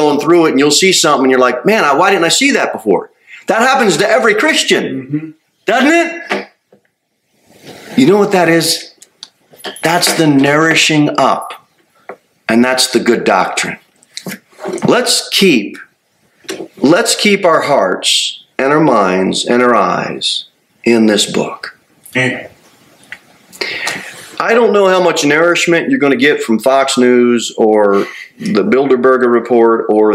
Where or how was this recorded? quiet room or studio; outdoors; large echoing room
large echoing room